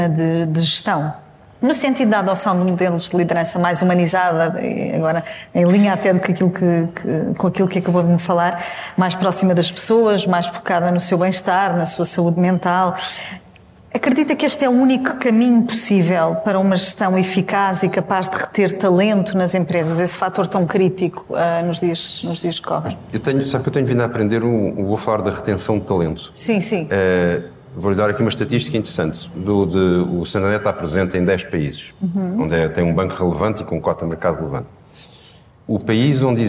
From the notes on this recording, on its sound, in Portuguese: Episódio especial ao vivo. Gravado ao vivo no lançamento da 20ª edição do prémio Primus Inter Pares.